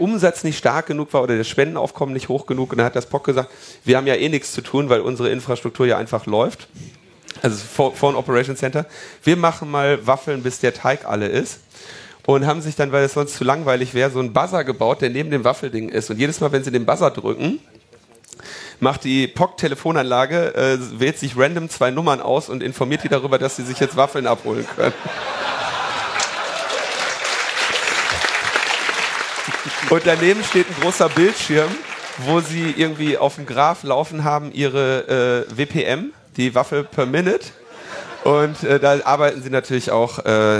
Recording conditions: live audience